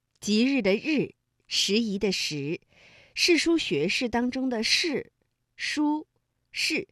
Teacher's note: 日呢是属于翘舌音的哈，也就是舌尖向上翘